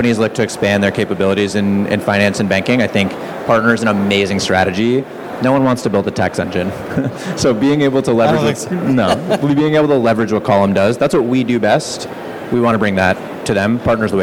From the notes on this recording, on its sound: Please note this episode was recorded live at Fintech Nexus USA 2023.